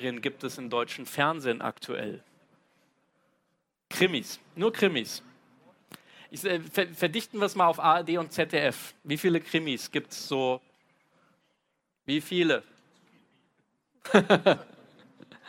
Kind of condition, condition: setting, live audience